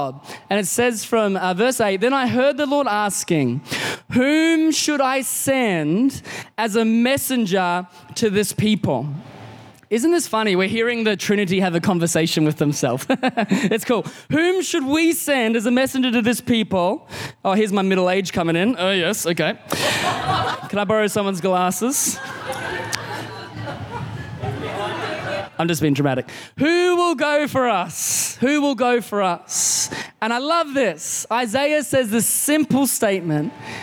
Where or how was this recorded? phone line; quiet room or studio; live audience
live audience